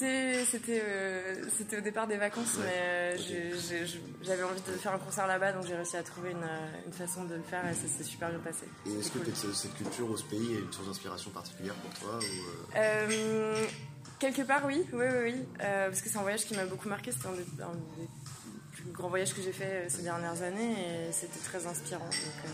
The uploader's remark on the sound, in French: La première interview que nous avons réalisé en décembre lors du festival Bars en Trans.